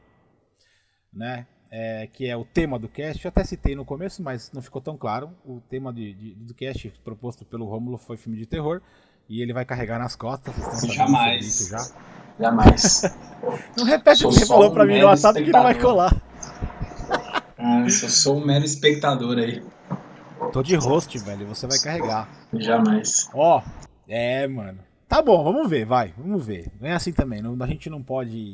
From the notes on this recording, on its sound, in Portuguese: Vale também dizer que enfrentamos dificuldades de áudio neste episódio, mas compromissados, fizemos assim mesmo.